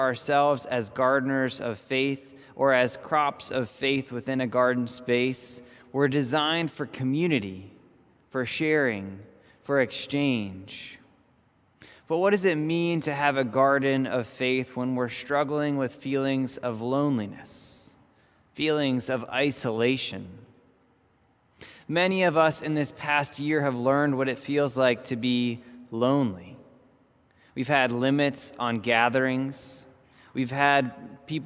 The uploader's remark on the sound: This message was first preached on January 24th 2021 at Linglestown Life Church in Harrisburg PA.